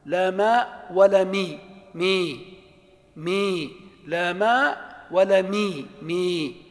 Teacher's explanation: إمالة صغرى وهي إمالة الفتحة إلى الكسرة، يعني أنك لا تنطق الفتحة فتحة ولا تنطقها كسرة، وإنما تنطقها بين الفتحة وبين الكسرة، فتحة مشرب كسرة، بين الفتحة وبين الكسرة.